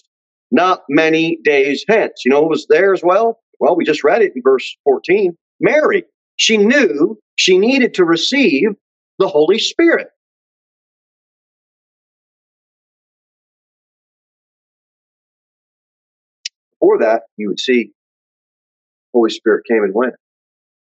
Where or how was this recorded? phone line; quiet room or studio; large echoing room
large echoing room